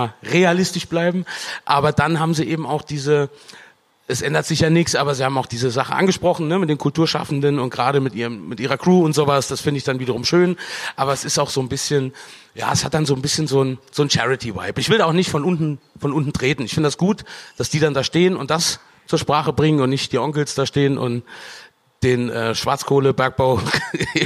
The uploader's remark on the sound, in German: Diese Folge ist/war Podcast und Livestream in einem Gelöt. Wir haben für euch die Live-Show vom 30 Oktober aufgezeichnet. Das ist jetzt von der Qualität leider so halbschön, aber dafür wird sehr oft und herzlich gelacht.